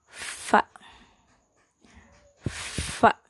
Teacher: Sedangkan ada satu lagi tempat yaitu bibir bawah dan ujung gigi seri atas. Jadi ujung gigi serinya nempel ke bibir bagian bawah.